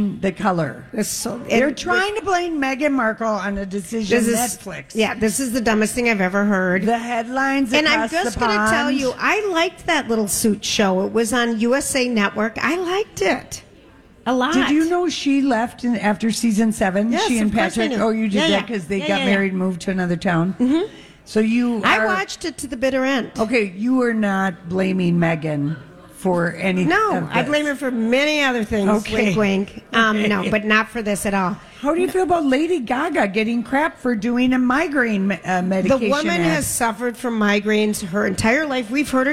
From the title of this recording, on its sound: Live from Gay 90s